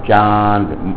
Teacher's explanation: ناک میں آواز لے جا کے اس کو ادا کر رہے ہیں نون غلنہ کی وجہ سے